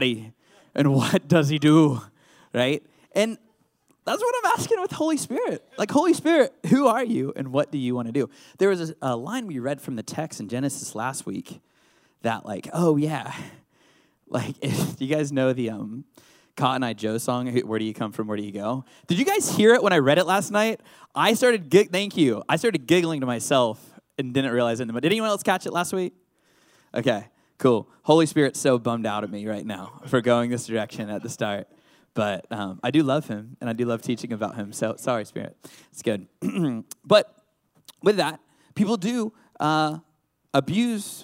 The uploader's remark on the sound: This recording was from a live service. It has been edited for time and to better suit an online audience.